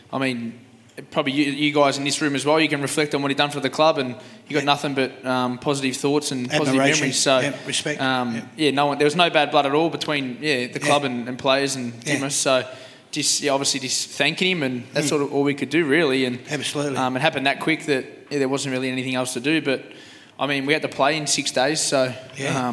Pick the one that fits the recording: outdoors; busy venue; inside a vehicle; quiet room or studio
busy venue